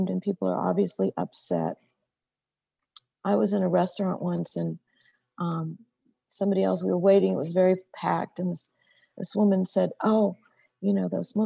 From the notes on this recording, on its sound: Q&A Discussion ONLINE. Has an intimate discussion with congregants from all across America and even in Pakistan!